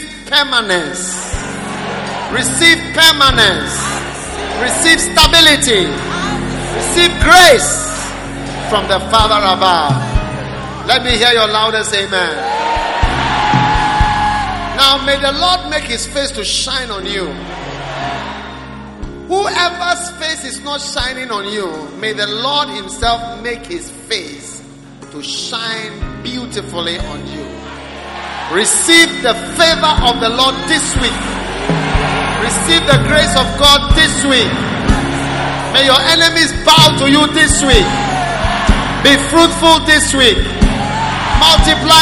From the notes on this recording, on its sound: Preached at the Prophetic Encounter Service